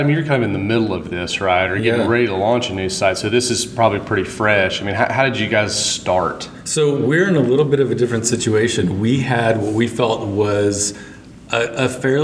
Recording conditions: busy venue